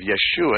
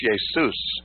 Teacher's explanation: The Greek language does not have an SH sound in it. And so they simply substitute the SH sound with the S. And so in Greek, instead of Yeshua, it's Jesus.